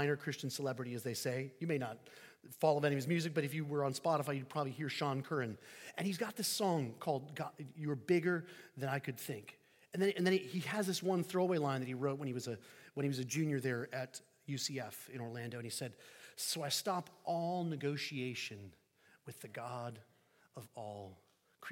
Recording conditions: large echoing room